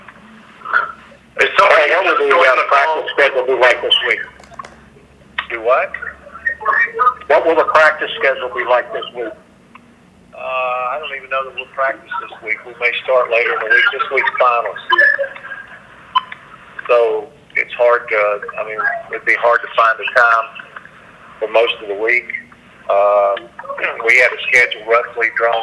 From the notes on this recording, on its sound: Bowl Teleconference.